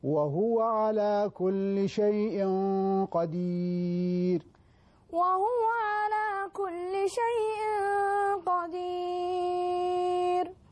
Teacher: الهاء وهو مضمومة، وهو كور الشفتين وضم الهاء